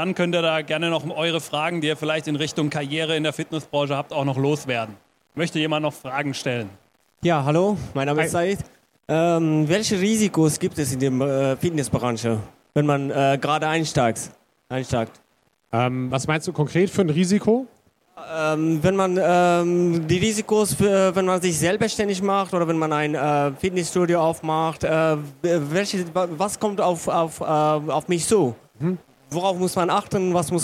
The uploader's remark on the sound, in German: Zum ersten Mal durften wir auf der FIBO 2023 einen Live-Podcast aufnehmen! Im FIBO Therapy & Training Forum.